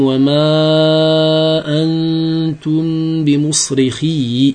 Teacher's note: بكسر الياء في مصرخي عند الوصل